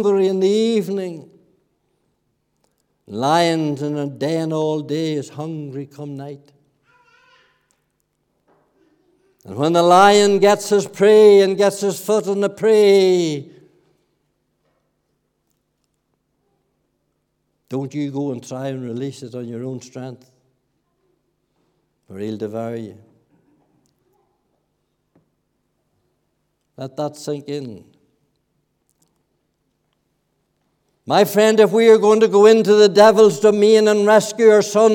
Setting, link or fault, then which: setting, large echoing room